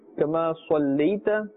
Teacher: صاد part of the حروف مستعلية must be pronounced with a full mouth